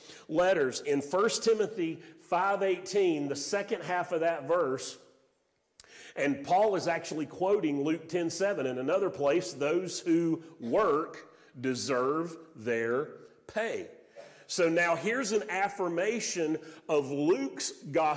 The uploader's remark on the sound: Sermon audio from Mission Church in Locust, NC.